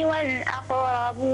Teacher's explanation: جميل القلقلة في الأقربون